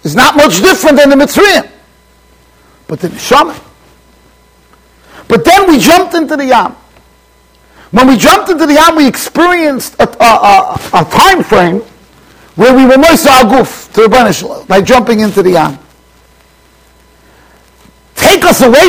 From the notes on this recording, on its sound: Shiur recorded in Yeshivas Ohr Reuven, Monsey NY.